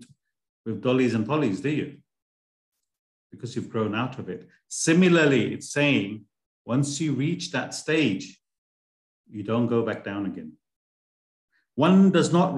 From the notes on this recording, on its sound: A live recording of a Bhagavad Gita class given virtually on the 11th of June 2023.